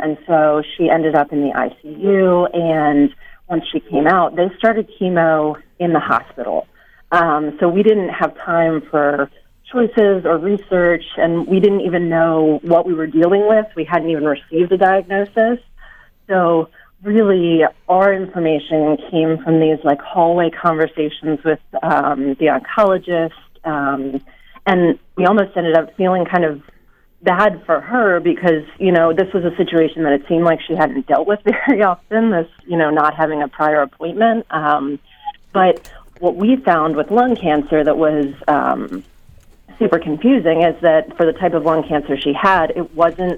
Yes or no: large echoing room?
no